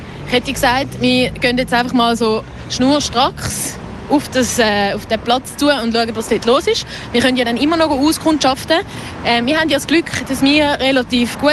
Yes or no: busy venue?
yes